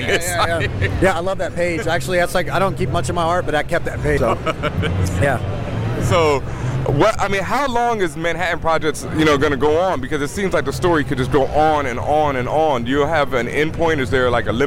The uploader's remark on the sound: Live From NYCC. Apologies for the audio quality as we were live at NYCC and the chaos around us didn't help the sound.